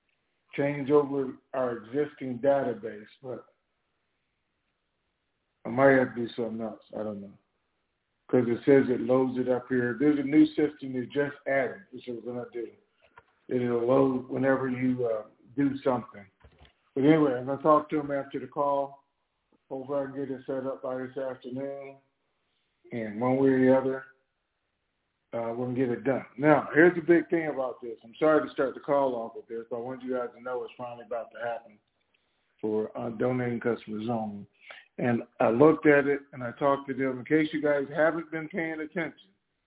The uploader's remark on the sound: TNTSuperfantastic Conference Call